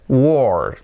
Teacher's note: alargando más el sonido vocal, que es una O prácticamente como en puerta